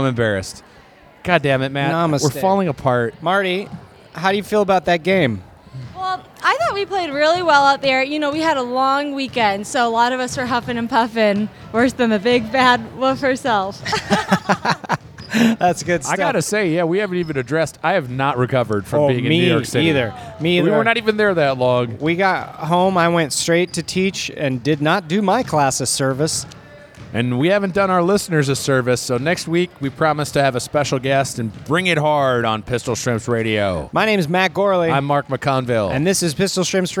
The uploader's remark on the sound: at North Weddington Auditorium